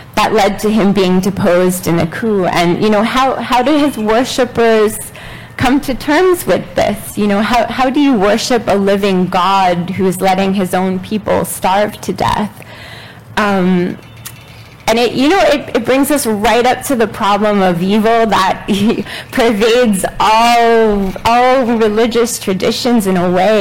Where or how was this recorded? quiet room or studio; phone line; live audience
live audience